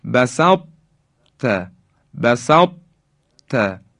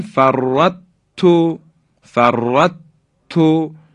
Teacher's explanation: درشتی حرف تا هنوز در تلفظ باقی میمونه · Shown in: first take · ما دیگه نمیتونیم بگیم بسط ت، یعنی ت رو مشدد کنیم، اما به این شکل باید بگیم بسط ت، بسط ت، یعنی اون درشتی تا صفتش یه مقداری اثرش باقی میمونه. · Term: ادغام ناقص